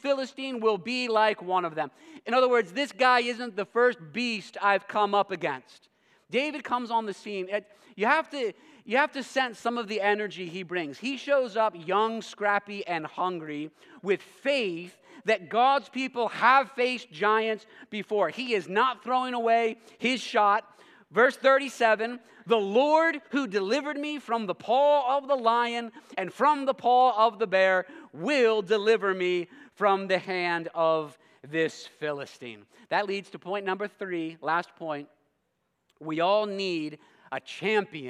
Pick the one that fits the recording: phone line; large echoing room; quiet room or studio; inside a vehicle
large echoing room